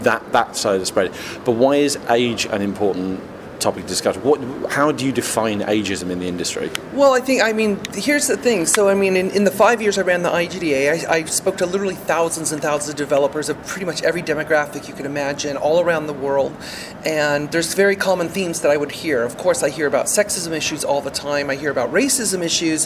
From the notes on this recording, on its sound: Recorded at E3 2018